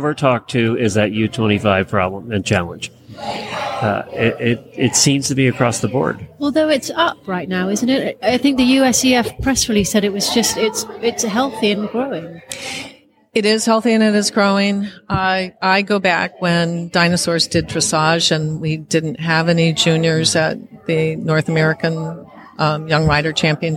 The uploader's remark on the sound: This week we look back on a special event we did with the Para Riders. We are live at a US Para event in Wellington.